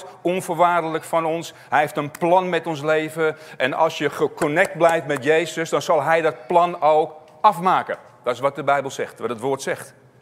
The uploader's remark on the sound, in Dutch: opgenomen op 17 september in Shelter Haarlem